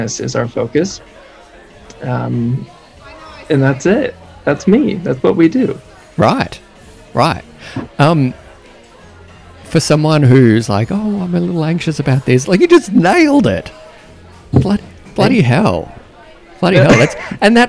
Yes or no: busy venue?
yes